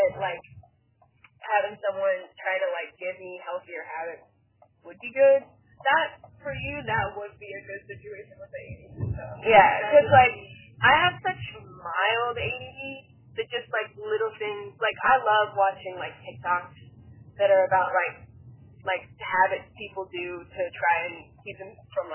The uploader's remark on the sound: In the car. Car Rides and Conversations.